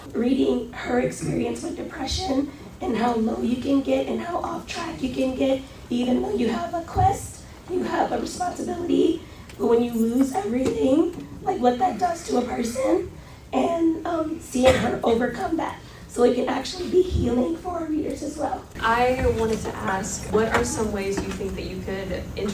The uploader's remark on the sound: Features live audio from the Madness of the King panel at Dragon Con 2023. While some minor sound editing was done to make the original recording somewhat easier on the ears. Please keep in mind that this was recorded live and therefore the sound quality is uneven at best.